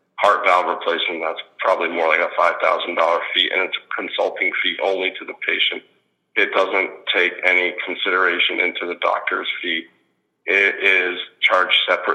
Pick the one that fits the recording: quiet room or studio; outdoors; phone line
phone line